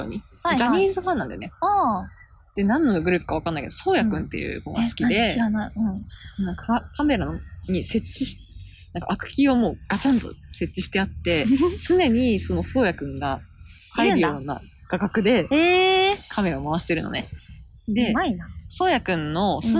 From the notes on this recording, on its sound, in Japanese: 公園収録。初のリアル収録。公園で収録しました！鳥のさえずり（喚き声）・おじいちゃんの雑談・猫の横断注意！